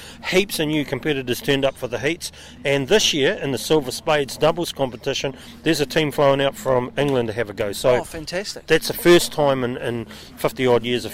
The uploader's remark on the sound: Live at Fieldays